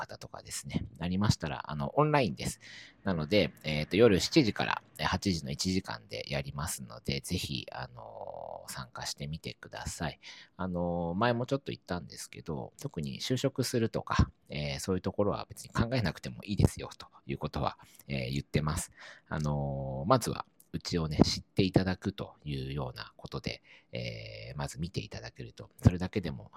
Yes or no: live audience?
no